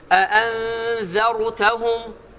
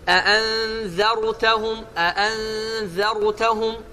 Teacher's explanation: Ra hərfini açıq bir formada, qalın bir formada ifadə edəcəksən.